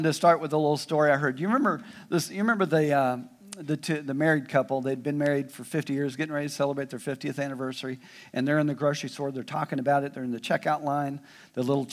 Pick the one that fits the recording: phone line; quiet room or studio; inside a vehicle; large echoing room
large echoing room